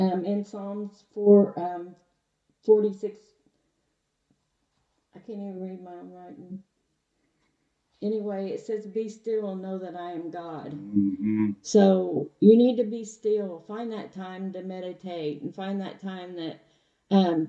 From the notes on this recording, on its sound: we're having technical difficulties.